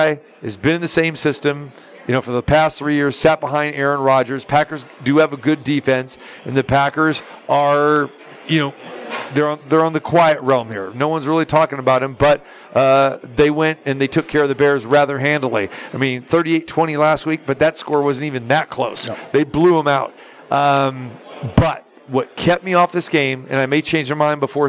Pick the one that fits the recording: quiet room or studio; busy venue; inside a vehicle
busy venue